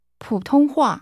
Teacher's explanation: Did you hear the falling, rising, and falling tones in that?